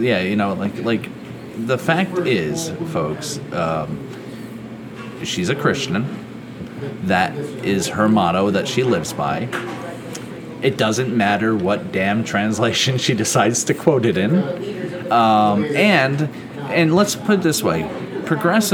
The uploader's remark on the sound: This episode was recorded at The Newton Sports Bar and Kitchen. This episode was recorded at The Newton Sports Bar and Kitchen.